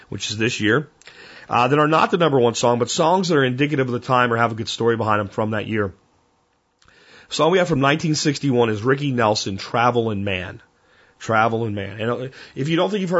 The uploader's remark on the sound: Listener Calls